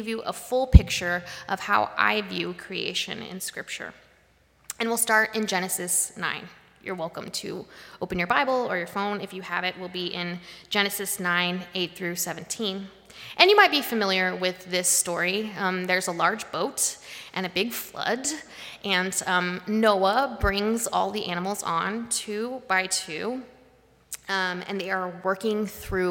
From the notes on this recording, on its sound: Live-streamed from the sanctuary of Mayflower Congregational UCC in Oklahoma City.